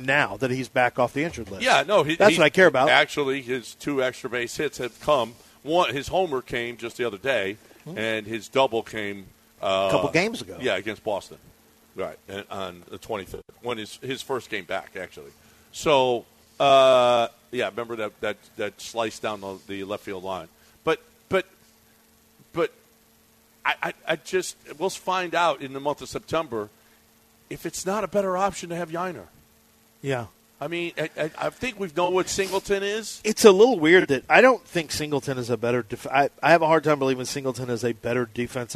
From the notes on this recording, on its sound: LIVE from Golden Nugget in Lake Charles!